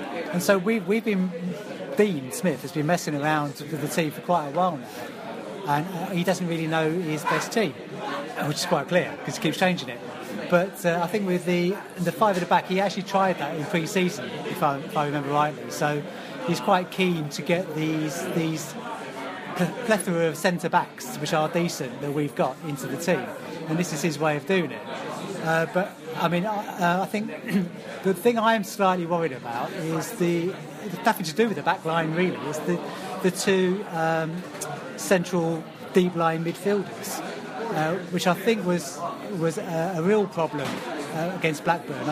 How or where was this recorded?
busy venue